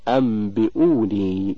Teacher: إظهار الغنة مع الإخفاء، وهي صفة الميم المقلوبة لا صفة النون والتنوين · Term: الإقلاب